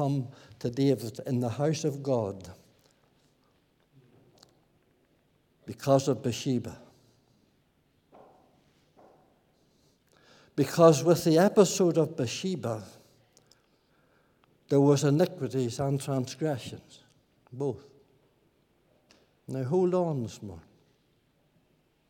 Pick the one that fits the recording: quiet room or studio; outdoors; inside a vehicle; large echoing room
large echoing room